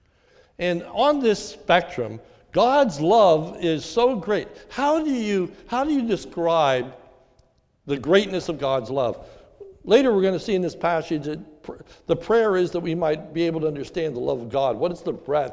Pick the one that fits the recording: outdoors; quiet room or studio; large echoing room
large echoing room